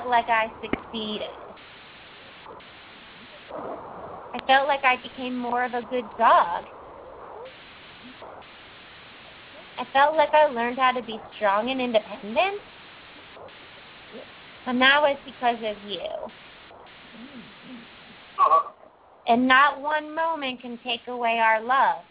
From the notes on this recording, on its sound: open up the lines for listeners to call